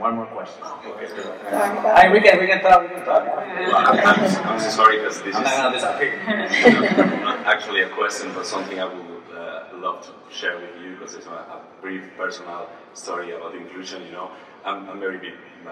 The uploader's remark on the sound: LIVE from SWC23. We're very proud to finally be able to present this conversation to everyone who wasn't able to attend this panel in person!